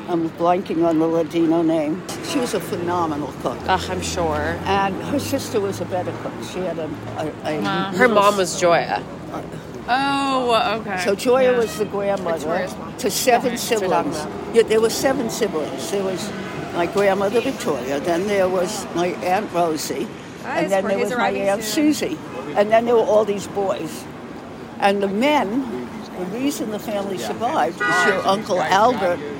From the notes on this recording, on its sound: In the Uber. Recorded this conversation with her grandmother. For a college class.